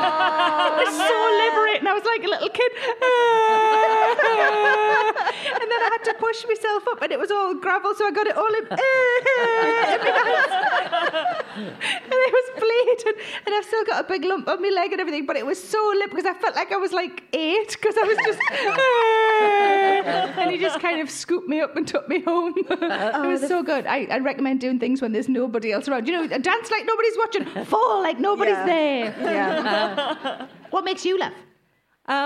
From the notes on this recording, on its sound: a recording of an In Conversation event held in Sale in June